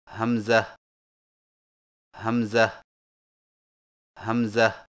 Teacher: ہا کو بغیر کھینچے میم کے ساتھ ملائیں اور میم میں آواز کو لمبا نہ کریں